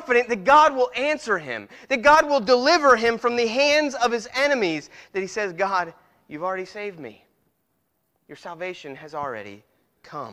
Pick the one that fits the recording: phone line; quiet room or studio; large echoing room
large echoing room